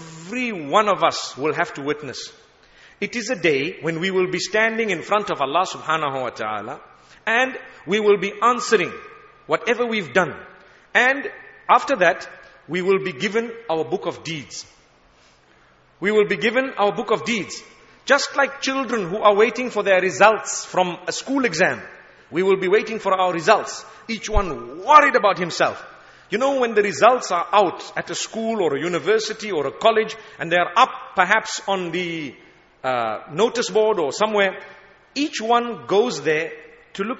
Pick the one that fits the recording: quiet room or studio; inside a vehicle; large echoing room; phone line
large echoing room